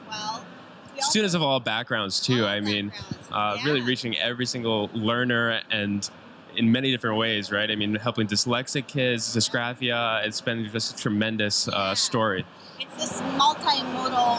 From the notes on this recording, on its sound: LIVE from ISTE. This year at Microsoft Education booth.